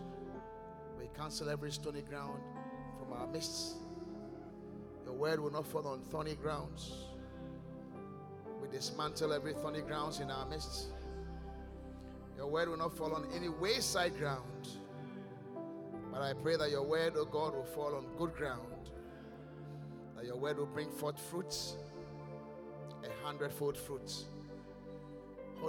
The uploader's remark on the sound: Preached at The Qodesh